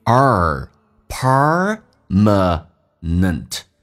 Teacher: Permanent 指的是永久永恒的。首先第一个 R 是重度卷舌，整个舌身往回卷，在美式发音当中